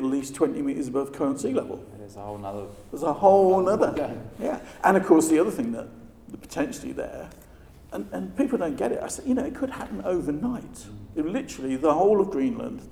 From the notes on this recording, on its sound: At the 2019 Passive House Conference in Heidelberg